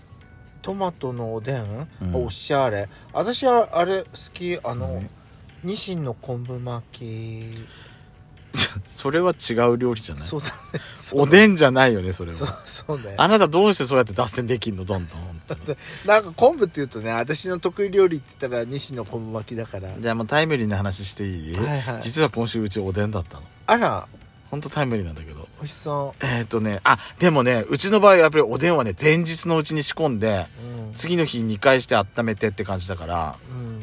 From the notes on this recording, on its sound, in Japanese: パーキング収録